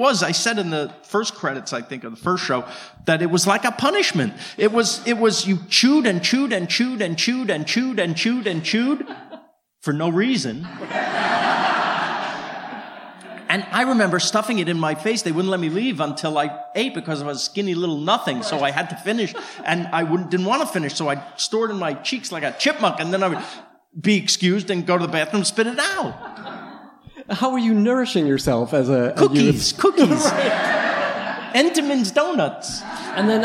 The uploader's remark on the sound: Recorded Live at the Dynasty Typewriter Theater.